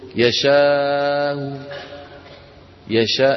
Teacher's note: يشاء يشاء، لأنه قلنا التسهيل مع الروم يكون يشاء، يعني بنطقوا همزة مسهلة وصوتها منخفض ومضمومة